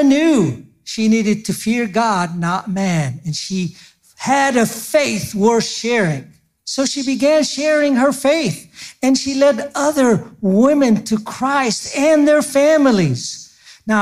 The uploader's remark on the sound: Don’t miss this excerpt from our recent Blue Cord Women's Conference.